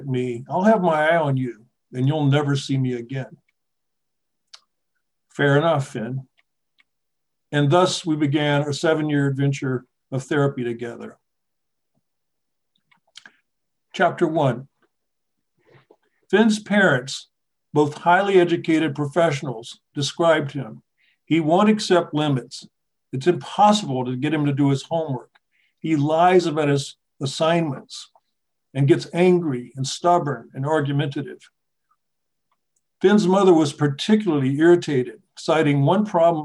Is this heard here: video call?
yes